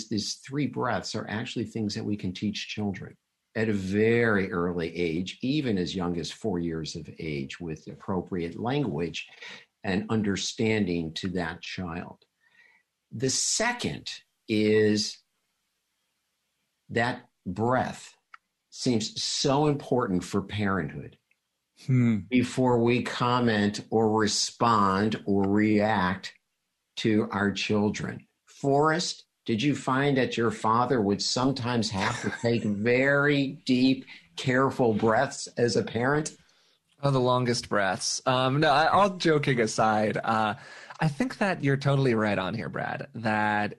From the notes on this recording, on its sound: This program took place and was recorded live via video conference, for an online audience only, and was live-streamed by The Commonwealth Club of California from San Francisco on November 10th, 2020.